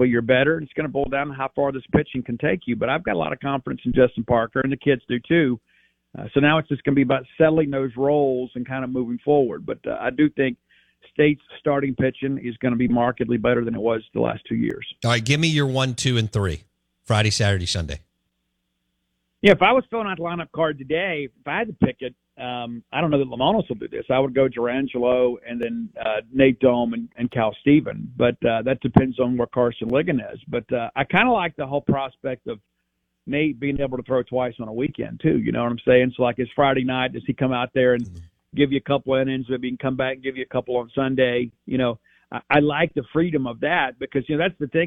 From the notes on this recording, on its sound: Joins the show on the Farm Bureau guest line talking about all things Bulldog sports live in the BankPlus Studio.